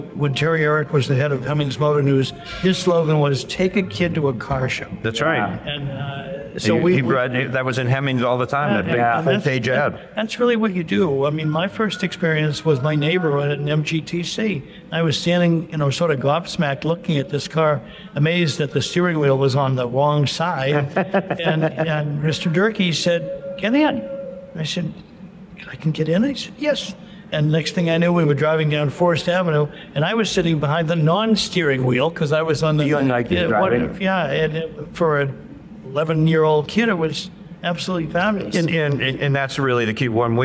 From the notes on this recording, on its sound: On the Road at the Chattanooga Motorcar Festival